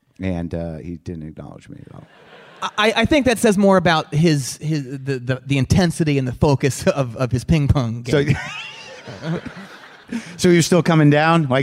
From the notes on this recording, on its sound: Live from Bumbershoot 2013 in Seattle